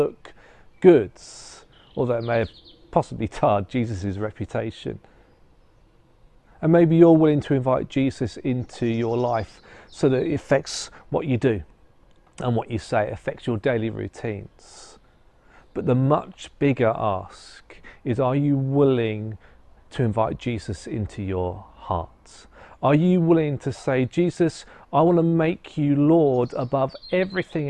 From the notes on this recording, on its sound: An audio of the live streamed service